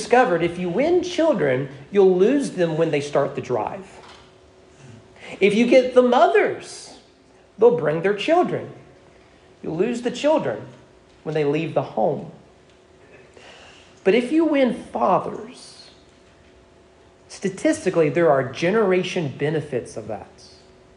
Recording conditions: large echoing room